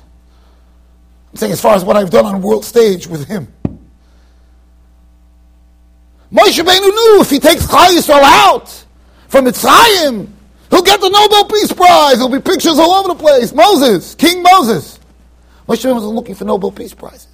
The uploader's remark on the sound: Shiur recorded in Yeshivas Ohr Reuven, Monsey NY.